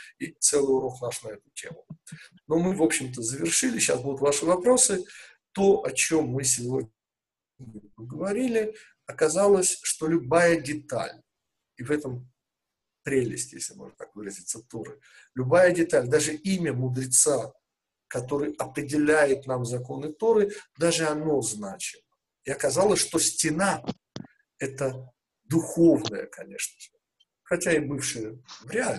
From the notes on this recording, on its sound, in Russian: Запись вебинара